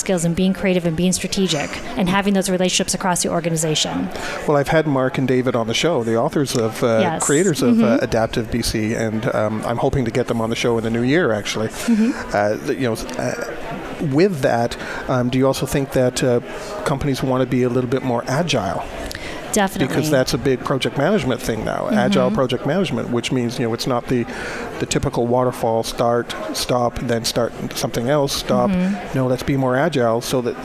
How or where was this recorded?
busy venue